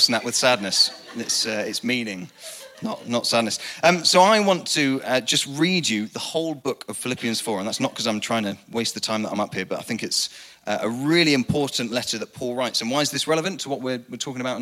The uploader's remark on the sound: Recorded live at the Chesterfield Campus. The message from the evening service.